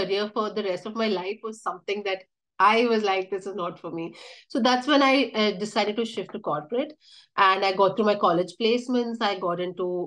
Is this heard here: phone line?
no